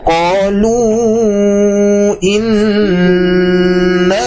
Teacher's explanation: inna di sini ada gunnah musyaddadah. Ditahan terlebih dahulu.